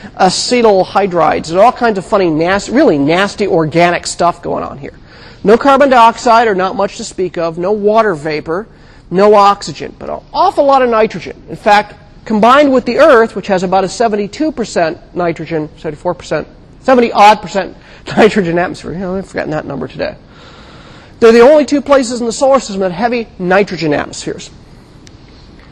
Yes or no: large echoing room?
yes